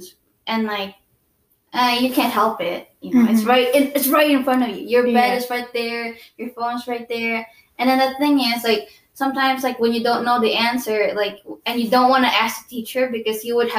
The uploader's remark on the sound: I apologize for the poor microphone quality